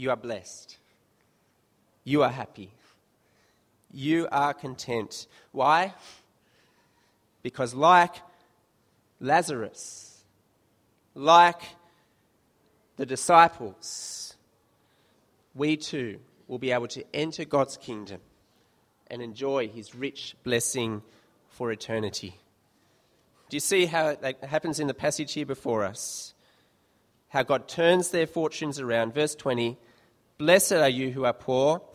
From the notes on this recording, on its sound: This sermon was preached at St Mary's Cathedral, KL on 26th July 2015.